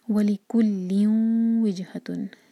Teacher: نیکسٹ آیا ہے وَلِكُلِّن وِجْهَةٌ، لام کی تنوین کے بعد واو، یہ ادغام غنہ کے ساتھ مرج کریں گے اور ناک میں آواز لے جائیں گے اور دو سیکنڈس کا ٹائم دیں گے. وِجْهَةٌ، جن پر قلقلہ اور سکون کے بعد ہا ہے تو ہا پر زور دیں گے.